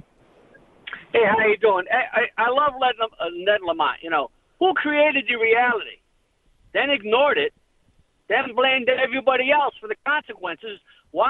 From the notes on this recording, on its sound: Then we take phone calls.